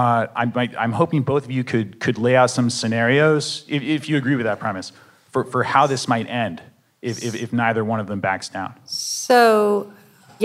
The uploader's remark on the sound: Live from the Logan Symposium on Investigative Reporting at UC Berkeley’s Graduate School of Journalism